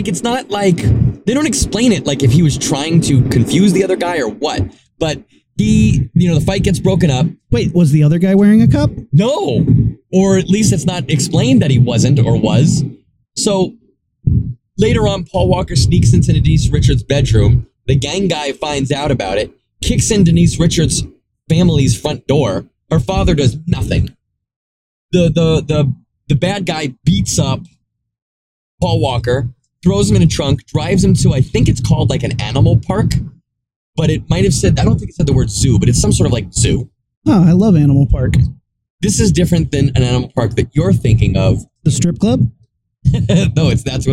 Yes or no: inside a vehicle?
yes